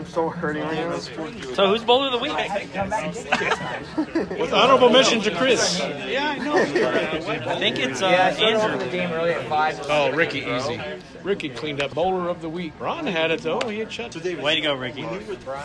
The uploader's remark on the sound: LIVE on location at AMF Lewisville